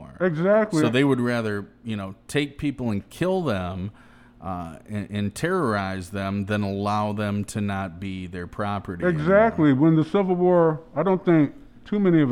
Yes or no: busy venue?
yes